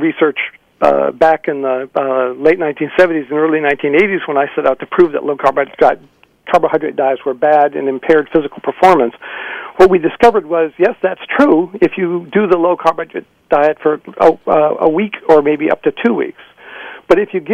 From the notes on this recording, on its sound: Boisterous and mostly unedited live call-in show on KGNU Boulder/Denver.